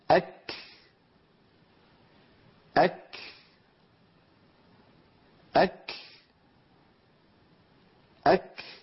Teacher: إذن الكاف فيها أمران عندما تكون ساكنة، اصطدام يعطي صوت الكاف ويعطي صفة الشدة فيها، ولما يبتعد اللسان عن مخرج الكاف ينطلق النفس الذي كان محبوسا خلف اللسان. إذن الهمس في الكاف ليس يعني عمل يتكلفه الإنسان، هو أمر طبيعي.